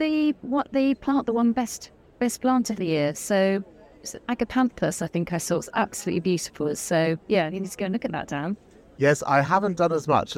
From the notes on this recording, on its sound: Join us for our first-ever outside broadcast from the RHS Chelsea Flower Show 2023.